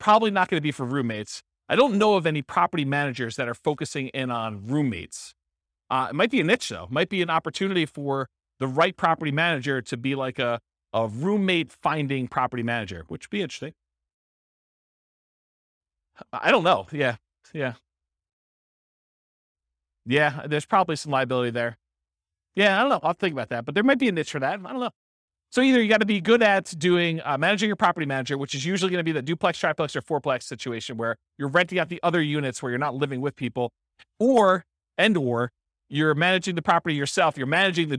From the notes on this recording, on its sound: This was a live class recorded